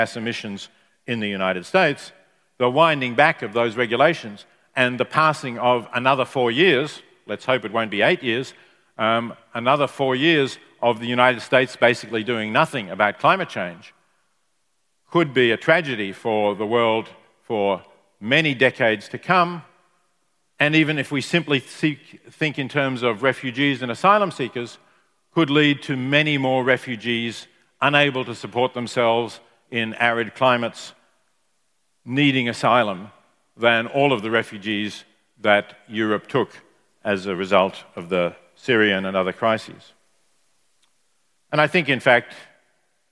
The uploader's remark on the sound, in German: Live-Keynote von der Morals & Machines 2019